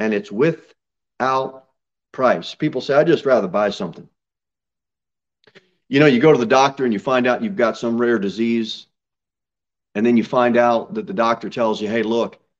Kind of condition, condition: setting, large echoing room